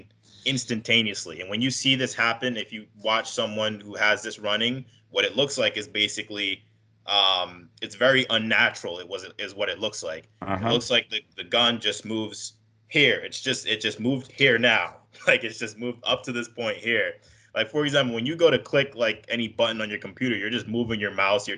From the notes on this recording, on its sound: skype calls on this channel